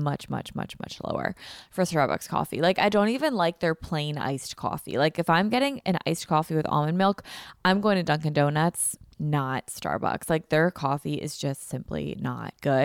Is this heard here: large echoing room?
no